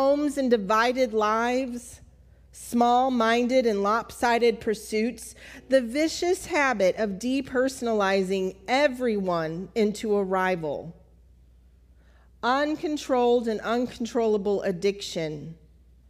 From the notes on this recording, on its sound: Recorded at Altamont First United Methodist Church